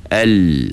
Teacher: Dia lari ke tepi suara tu, ke tepi lidah. Al, suara tu tepi lidah larinya. Itu dia panggil tertahan suara tu pada huruf lam.